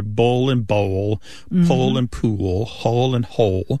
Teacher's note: And that L at the end of the syllable is what is known as a dark L. So the physical act of pronouncing that dark L kind of requires the back of the tongue to raise toward your soft palate. · movement of the tongue pulls the vowel that comes before the L in a new direction. And that's kind of how the vowel shift begins.